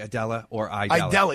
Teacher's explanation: It sounds like the A goes silent and it just becomes an I. · Term: diphthong